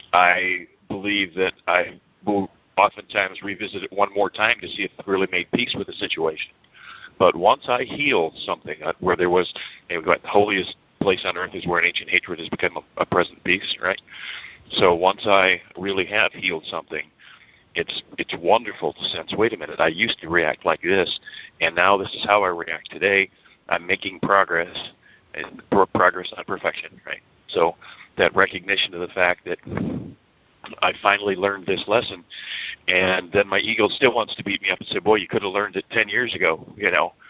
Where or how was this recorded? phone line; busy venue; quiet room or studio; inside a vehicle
phone line